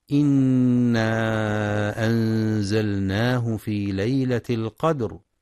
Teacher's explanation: ينتبه القارئ لغنة النون المشددة في إنا وللمد المنفصل وللإخفاء الحقيقي في أنزلناه مع مراعاة قلقلة الدال في القدر وتفخيم الراء عند الوقف.